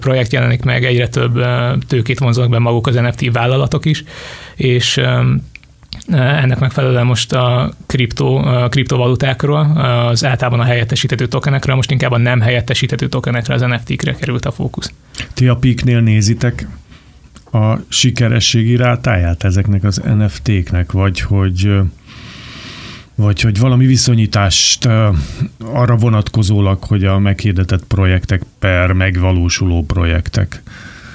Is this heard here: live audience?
no